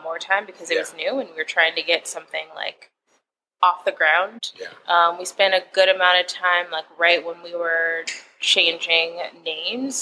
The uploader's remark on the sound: This episode of the Triple D Podcast was recorded at Six Shooter coffee on Pearl Road in Cleveland.